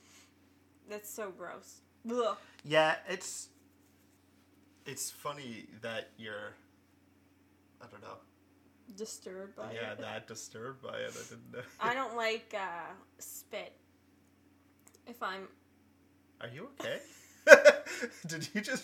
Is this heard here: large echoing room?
no